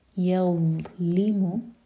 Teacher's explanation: ولا یظلم، ضا اس کو ضا نہیں بنانا، ضا کے لیے بھی زبان اوپر والے دانت کو ٹچ کرے گی، تھوڑی سی ٹپ باہر ہوگی اور منہ بھر کر پڑھا جائے گا. یظلم، سکون کے بعد لی پر زور.